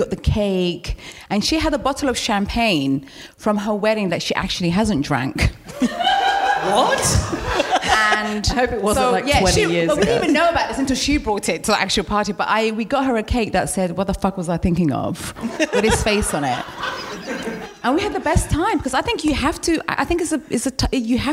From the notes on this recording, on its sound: What a live show it was, socially distanced with a live audience and streamed over the internet as part of the London Podcast Festival at Kings Place in London.